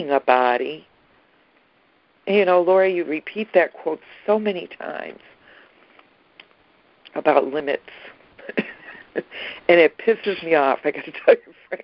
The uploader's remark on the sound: ACIM Daily Conference Call